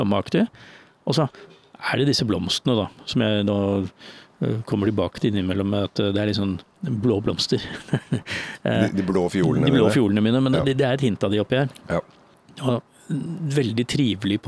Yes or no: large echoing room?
no